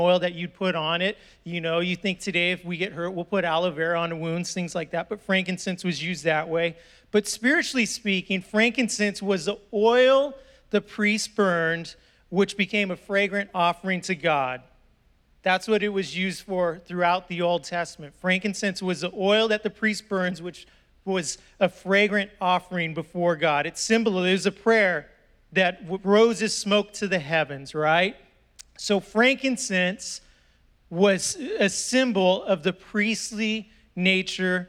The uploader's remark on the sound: was preached on December 5th at the 10AM service